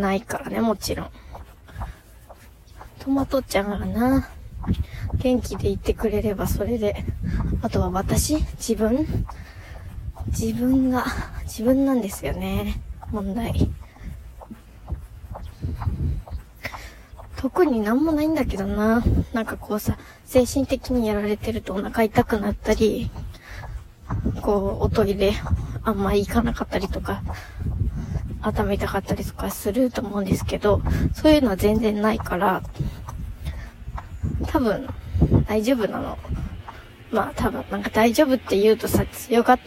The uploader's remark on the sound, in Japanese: 久しぶりのお外で収録